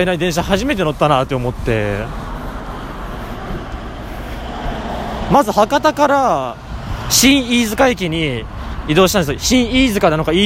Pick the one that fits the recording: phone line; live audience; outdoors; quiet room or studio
outdoors